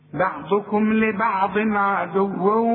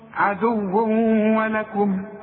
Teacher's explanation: الادغام. عند النطق كأن الواو بتاعت ولكم ايه مشددة